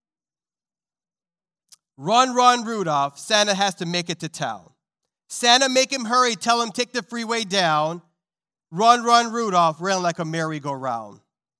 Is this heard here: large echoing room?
yes